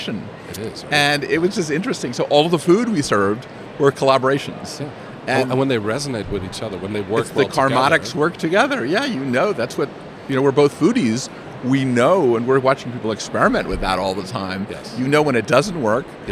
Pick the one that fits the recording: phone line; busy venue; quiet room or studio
busy venue